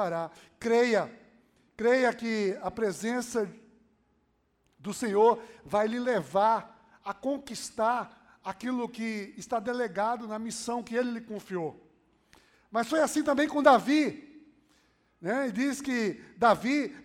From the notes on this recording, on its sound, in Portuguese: Podcast gravado na PAES Piedade